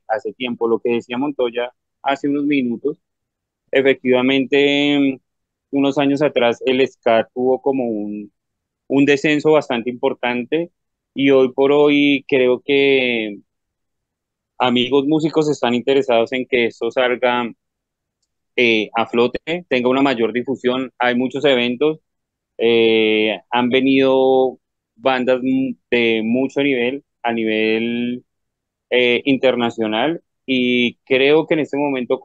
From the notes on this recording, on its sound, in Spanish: Charlamos vía zoom